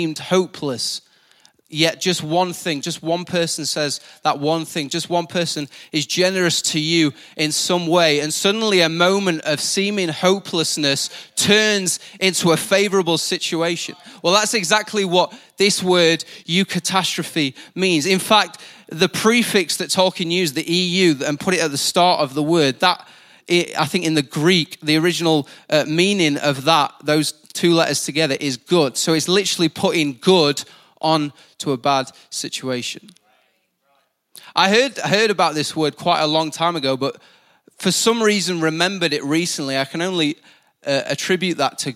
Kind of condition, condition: setting, large echoing room